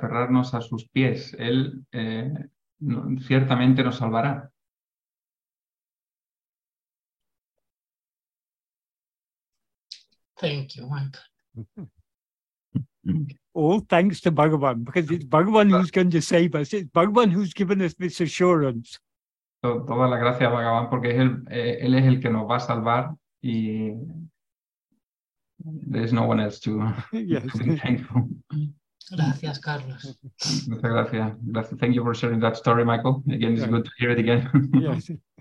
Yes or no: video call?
yes